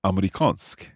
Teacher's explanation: it's almost like you drop the E